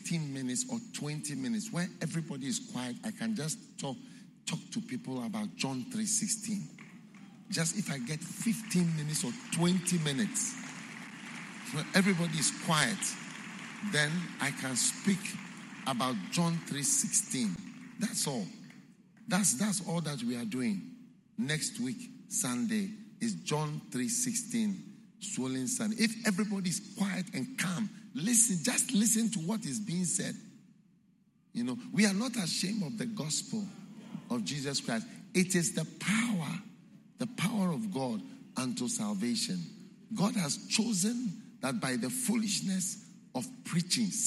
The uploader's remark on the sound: Preached at the Qodesh